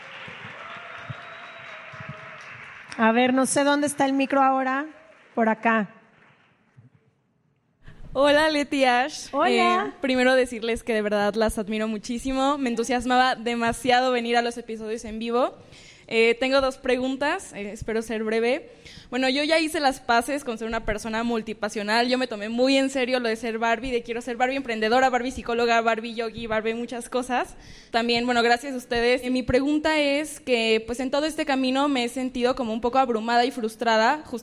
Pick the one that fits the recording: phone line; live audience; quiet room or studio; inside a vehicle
live audience